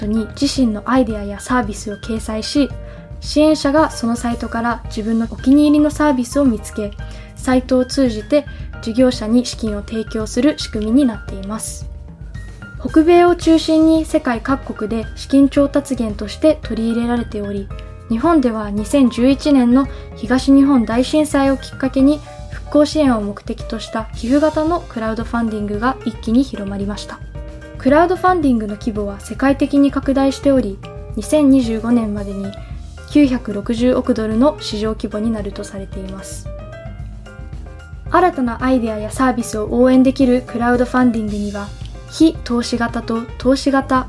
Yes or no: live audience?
no